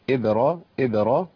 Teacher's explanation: وإذ بوأنا لإبراهيم عندي قلقلة في الباء إبرا إبرا ما أقولش إبراهيم ما ينفعش ولا أقول إبراهيم ما جيتش قلقلة خالص تمام. والقلقلة هنا في أدنى مراتبها يعني ضعيفة مش محتاج إن أنا أبالغ فيها